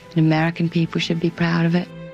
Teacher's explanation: The unmistakable, breathy voice of Jackie Kennedy